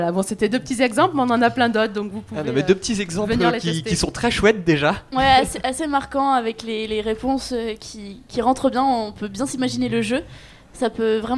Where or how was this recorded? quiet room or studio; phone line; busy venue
busy venue